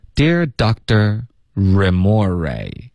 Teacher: Doctor 这个字呢科的音啊、肯定会省略的，然后会有一个干脆的停顿，后面 ter 的音我们会浊化成一个的的音